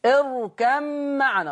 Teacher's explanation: حفص كان يضغم الباء في الميم، اركب معنا.